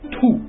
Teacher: il suono rappresentato dalla consonante T in cinese è aspirato, mentre in italiano non lo è. La differenza tra una consonante aspirata e una non aspirata è che dopo la consonante bisogna emettere un piccolo sbuffo di aria. · Term: T aspirata